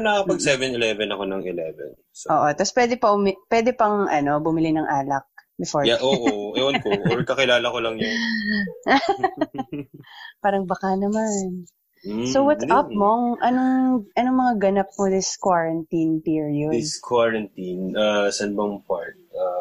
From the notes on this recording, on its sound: We sit down (virtually of course). We're still working on getting our audio crystal clear in this new normal internet interview so please forgive us if sometimes our audio isn't as clear as you're used to on our regular mixes.